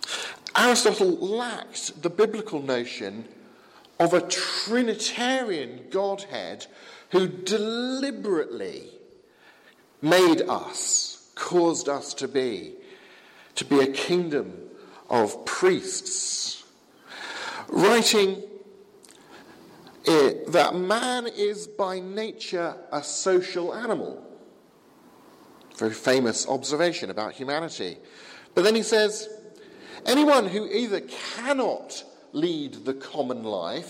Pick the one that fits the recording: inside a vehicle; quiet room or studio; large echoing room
large echoing room